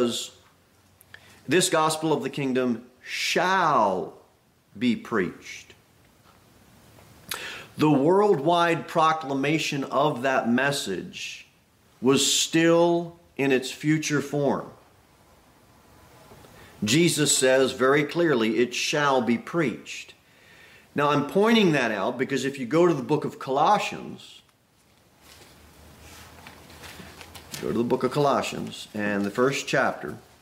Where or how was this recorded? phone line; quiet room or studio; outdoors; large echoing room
large echoing room